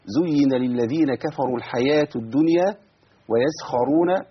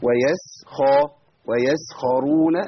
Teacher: عندي الخاء والراء مفخمين والسين مرققة والواو بعد كده مرققه